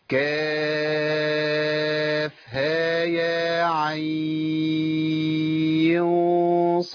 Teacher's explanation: طيب النون الساكنه لما تلتقي بصاد حكمها ايه؟ الاخفاء، والاخفاء ده ايه؟ بغن حركتين، يبقى هغن حركتين قبل الصاد